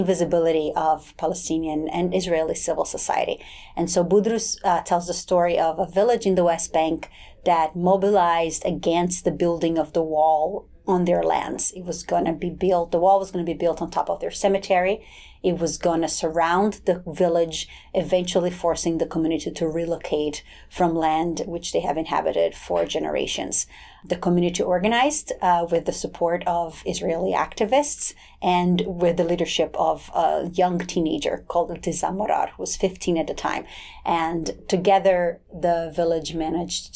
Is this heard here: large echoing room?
no